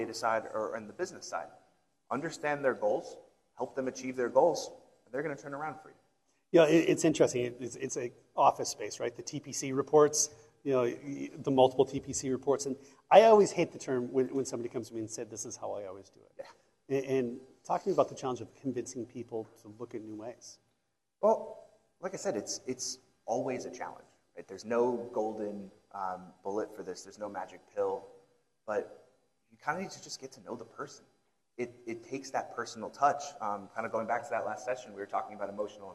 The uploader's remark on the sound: joined on stage for a fireside discussion